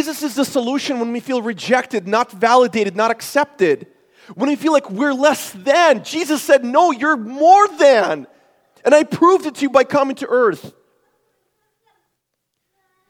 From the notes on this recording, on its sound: This is a sermon I preached at Forward Church for our Christmas series.